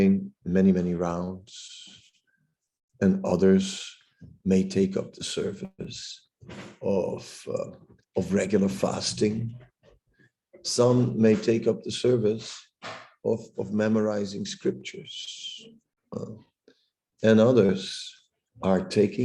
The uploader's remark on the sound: Zoom Meeting